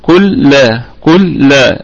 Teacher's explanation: اللام فيها إدغام مثلين صغير طبعا، يعني لأنه حرفين متماثلين